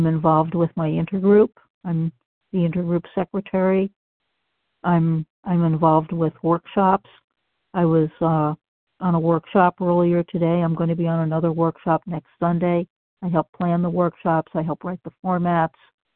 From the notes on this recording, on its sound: qualification from the 100 Pounders Phone Meeting